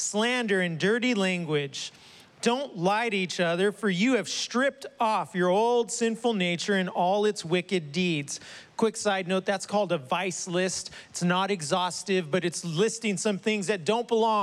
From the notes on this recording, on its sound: was preached on July 11th at the 11:30AM service.